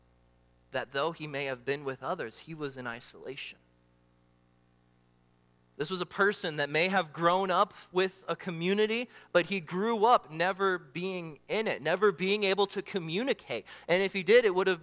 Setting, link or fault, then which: setting, large echoing room